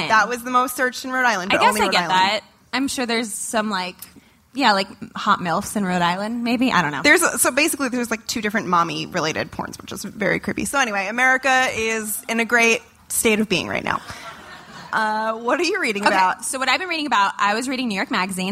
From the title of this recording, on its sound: Live at SXSW